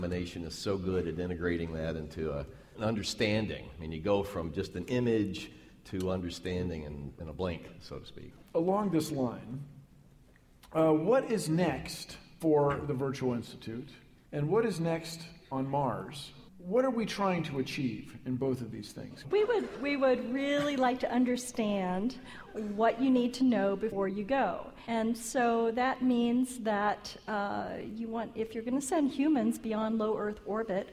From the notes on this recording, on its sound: Live! from SF Sketchfest 2015. From the stage of San Francisco’s Nourse Theater.